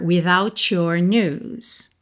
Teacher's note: juntando T final de without com your